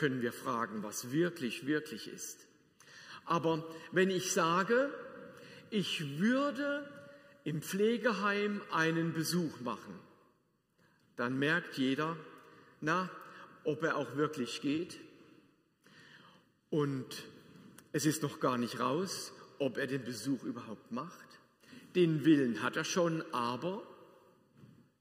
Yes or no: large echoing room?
yes